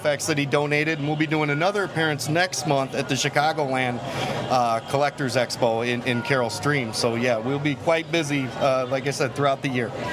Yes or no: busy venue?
yes